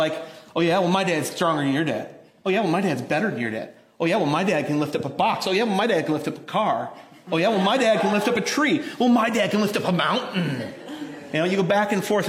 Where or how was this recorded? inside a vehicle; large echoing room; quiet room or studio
large echoing room